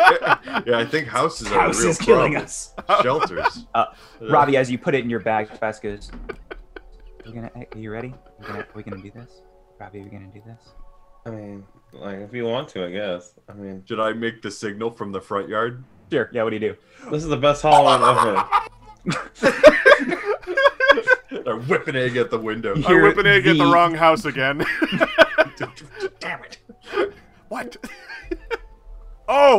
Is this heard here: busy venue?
no